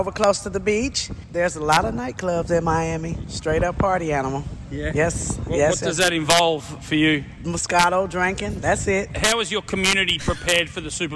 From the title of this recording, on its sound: Reports live from Radio Row for Super Bowl LIV